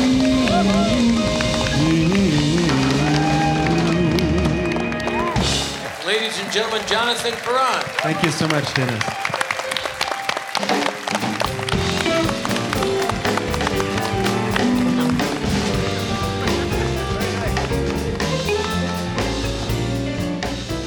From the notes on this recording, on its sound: Live at the South Point Casino